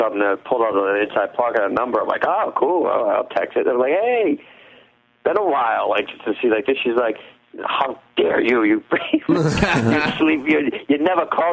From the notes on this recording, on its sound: Live in studio. Calling live from Bermuda.